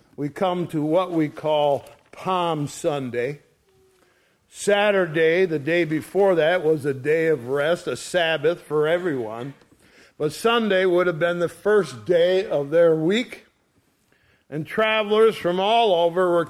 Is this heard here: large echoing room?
yes